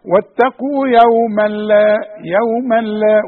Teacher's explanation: يوما لا تنوين بعد لام ادغام كامل لكن بدون غنة